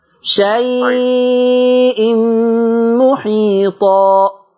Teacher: ها هنا نقرأ بالأزرق ويوجد الأصبهاني، بس أنت تريد أن تقرأ بالأزرق لأنه هو المنتشر في بلاد المغرب، فلفظ شيء يمد بمقدار أربع حركات